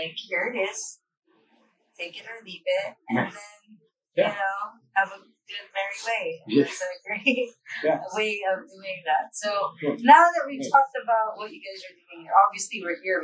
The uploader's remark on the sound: This is a rough cut, just a spur of the moment interview so bear with us, the sound quality needs improvement...